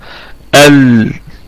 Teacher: نراعي كمان في اللام صفة التوسط البينية، أنها بين الشدة والرخاوة